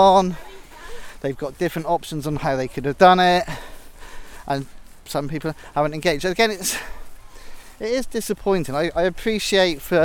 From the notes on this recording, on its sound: About 120 members of Fry Club JFC as they walk from Somerdale Pavilion to local beauty spot Kelston Round Hill, and back; a distance of just over ten miles. Thoughts are added by some parents, as well as a few of the players.